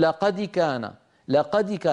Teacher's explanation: قد يكسر حرف القلقلة فيقول لقد كان